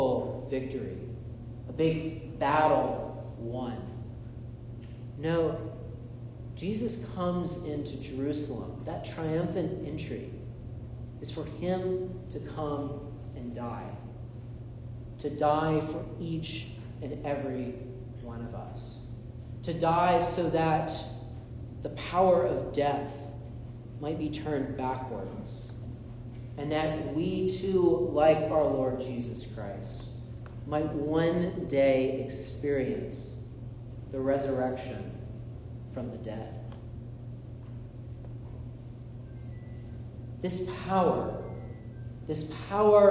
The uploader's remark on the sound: This is a sermon I delivered at Holy Comforter Episcopal Church in Drexel Hill, PA.